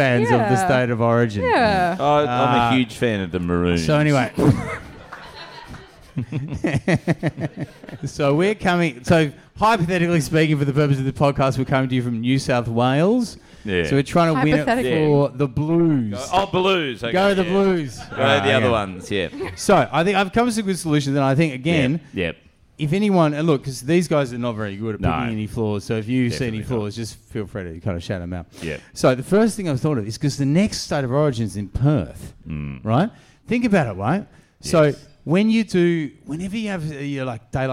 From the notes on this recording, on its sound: To a live audience! Chaser Live From The Pub.